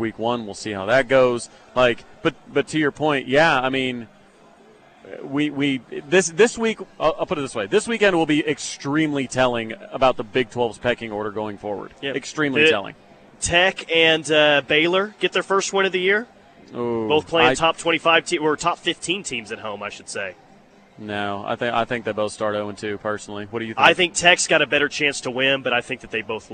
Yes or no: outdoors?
yes